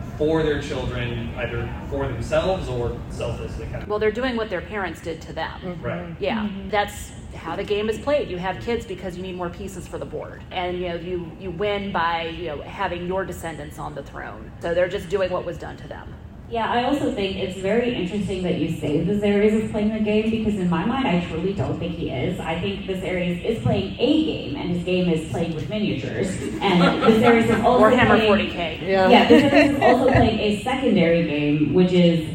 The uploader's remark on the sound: Live audio from the Princess and the Queen panel at Dragon Con 2023. While some minor sound editing was done to make the original recording somewhat easier on the ears, please keep in mind that this was recorded live and therefore the sound quality is uneven at best.